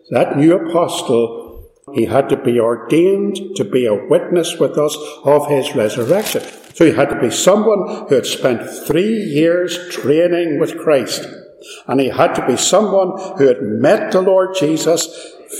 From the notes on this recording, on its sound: This sermon was recorded live at Ballymacashon - there is some echo and background noise.